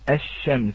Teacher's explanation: عندما نلفظ كلمة الشمس فيلفظونها همزة بعدها شين مشددة · Term: اللام الشمسية